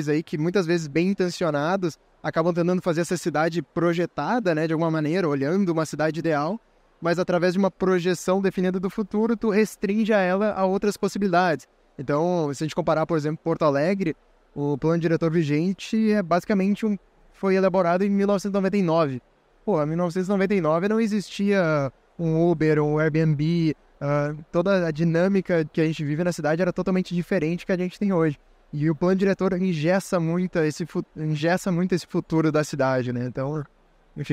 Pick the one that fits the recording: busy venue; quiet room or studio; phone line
busy venue